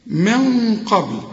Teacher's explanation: الغنة هنا مفخمة علشان القاف مفخمة